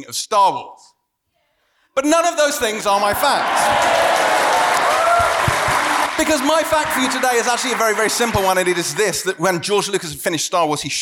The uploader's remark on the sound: We're continuing our quest to bring you recorded versions of all the shows we mounted on that day. The live edition of beloved/besmirched podcast semi-regular segment, The Three Fact Structure.